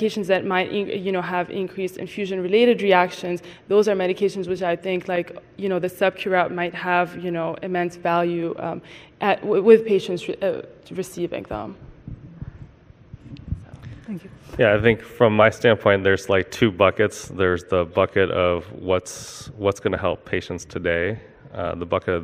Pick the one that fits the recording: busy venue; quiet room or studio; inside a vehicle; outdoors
busy venue